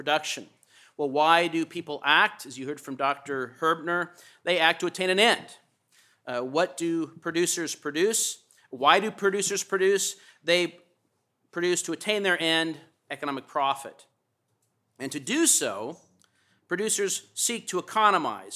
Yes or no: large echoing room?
yes